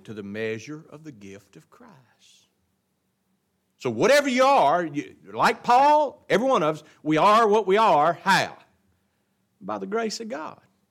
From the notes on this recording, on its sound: It was taught in the adult Bible class at Grace Baptist of Ruston Louisiana